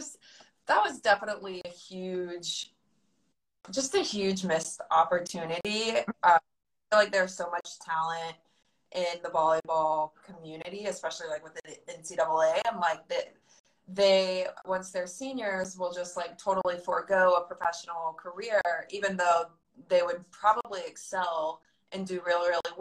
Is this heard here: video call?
yes